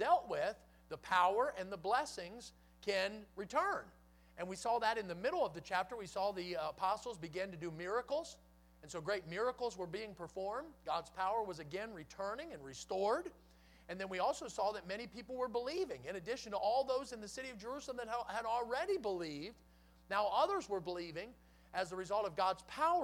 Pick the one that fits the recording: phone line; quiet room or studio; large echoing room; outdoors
large echoing room